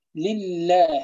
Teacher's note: لله هذه اللام الثانية في لله لا تفخم لأنه سبقها حرف مكسور